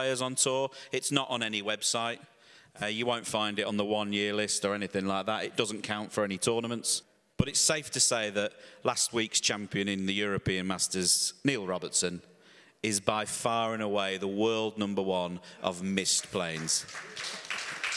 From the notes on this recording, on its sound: Live from Germany. As part of the German Masters, we recorded an episode in front of a live audience. The Berlin Tempodrom is a truly beautiful venue for snooker and we got to use its delightful amphitheatre.